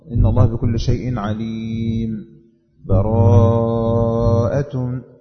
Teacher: الوقف إن أنا أسكت بتنفس، يعني أخذ نفس بين آخر الأنفال وأول التوبة